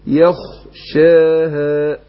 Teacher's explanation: الخاء عندنا مفخمة، هرقق الياء